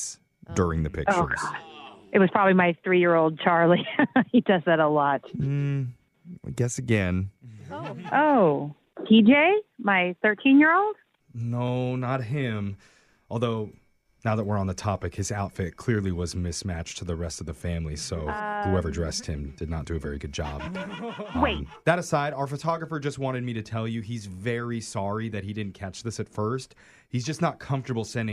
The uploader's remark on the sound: Phone Tap